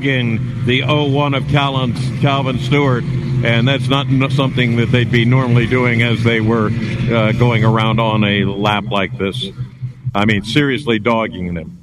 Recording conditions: busy venue